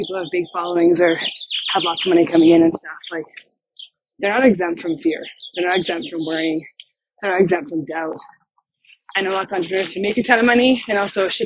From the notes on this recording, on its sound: I recorded this podcast while I was walking, and so audio quality is not optimal.